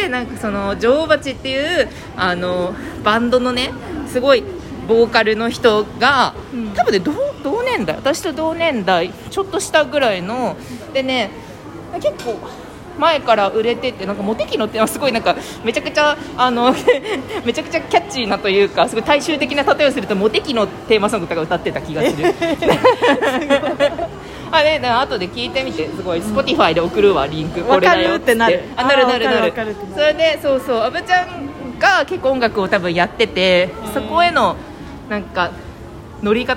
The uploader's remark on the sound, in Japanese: 横浜ブルク13から野毛に歩きながら話しています。